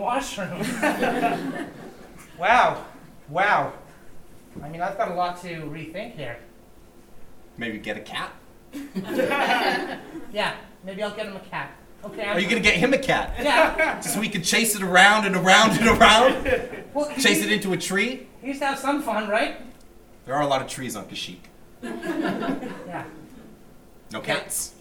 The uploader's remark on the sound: live at the 2017 Edmonton Fringe Festival